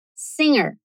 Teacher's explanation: Assim, não chega a ser errado você dizer singer, mas o mais natural é esse G bem discreto que só serve para mudar um pouco a cara desse N que está antes dele